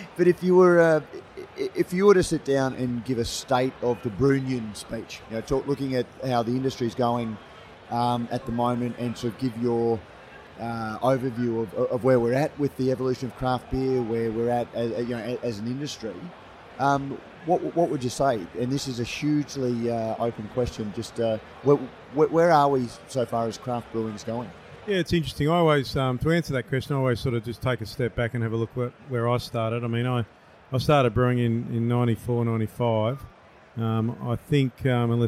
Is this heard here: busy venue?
yes